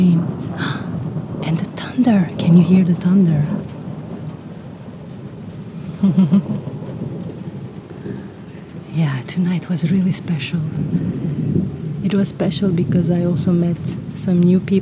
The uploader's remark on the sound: I got caught in the rain cycling home following a beautiful storytelling event. This time I am accompanied by the sound of rain.